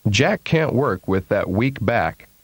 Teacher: there is no air release on the K sound in this position.